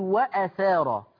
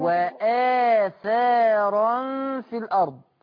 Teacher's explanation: وأ كأن الهمزة على الألف، هي الهمزة على السطر وبعدين ألف. وآ لازم تاخد مقدار حركتين، ده مد بدل · Shown in: second take